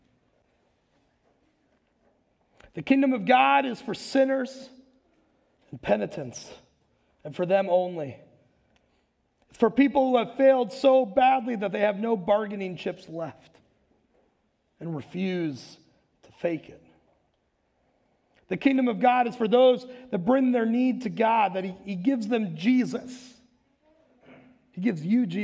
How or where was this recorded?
large echoing room